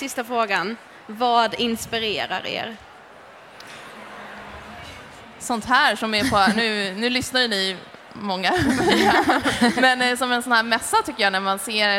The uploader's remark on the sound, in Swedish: Det här är en livepodd som vi gjorde den 26/11 under "Allt för hälsan". Tack till er som kom och lyssnade.